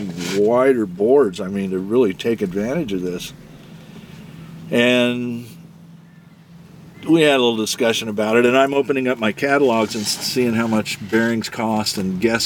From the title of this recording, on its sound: from the van